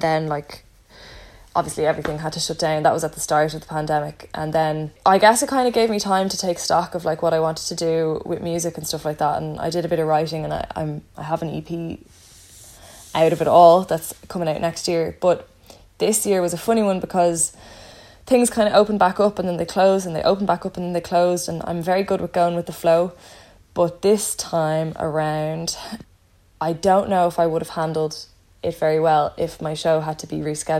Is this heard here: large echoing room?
no